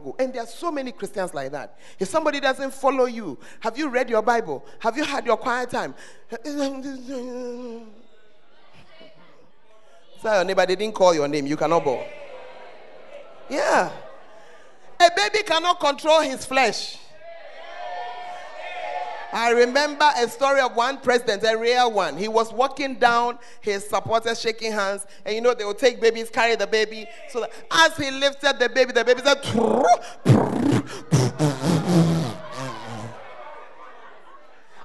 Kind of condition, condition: setting, large echoing room